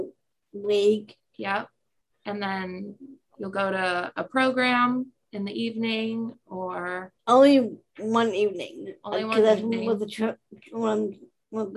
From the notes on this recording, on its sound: It was a zoom-style interview.